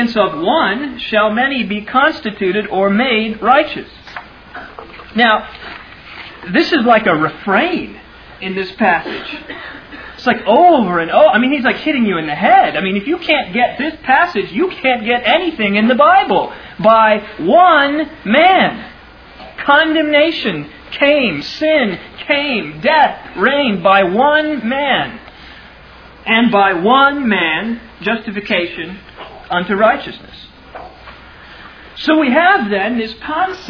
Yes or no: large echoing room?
yes